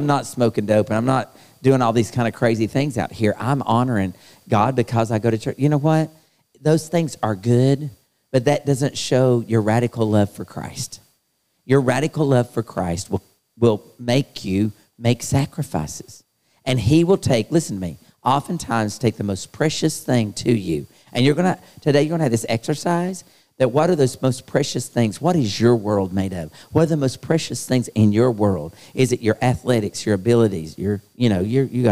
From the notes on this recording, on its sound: LIVE Youth Conference Series held at Myrtle Beach, SC